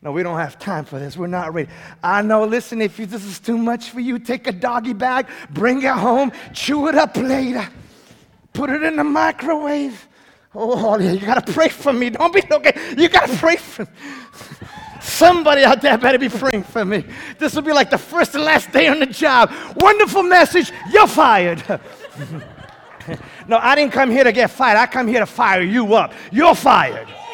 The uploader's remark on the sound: A moment of history in the Litchfield town's most historic church. Preached for the first time as the congregation’s spiritual leader.